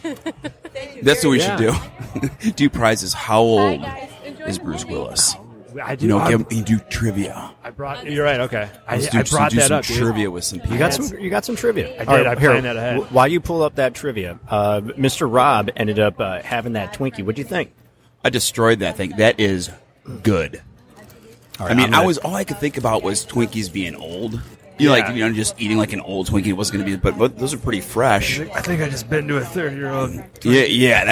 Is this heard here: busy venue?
yes